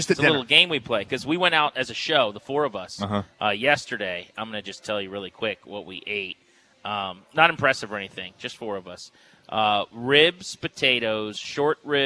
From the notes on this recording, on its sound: Live from the home of the Bowie Baysox as the Harrisburg Senators are in town for a week long series.